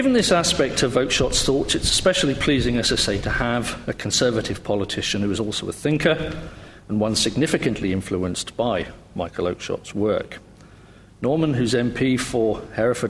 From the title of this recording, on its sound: LSE Lecture